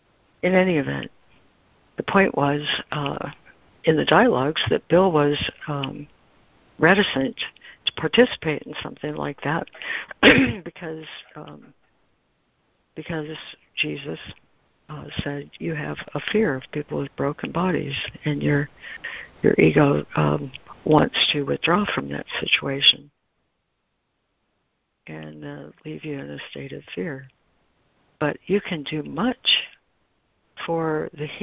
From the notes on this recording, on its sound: Daily Conference Call